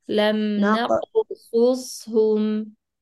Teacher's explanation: ما تقطع الكلمة وما تهمسي بالقاف